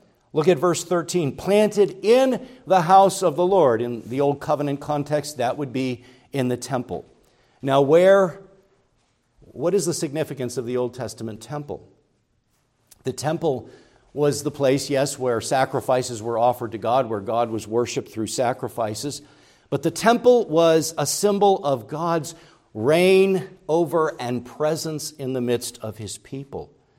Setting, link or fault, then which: setting, large echoing room